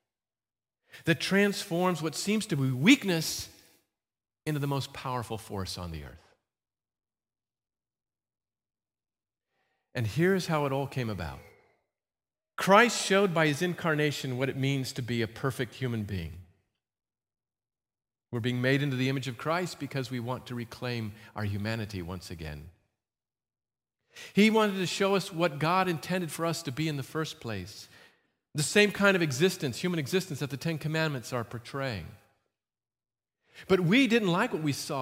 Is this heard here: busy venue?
no